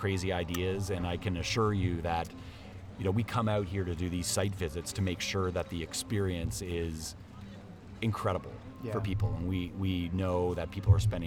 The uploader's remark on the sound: The skucamp experience live from The Ace.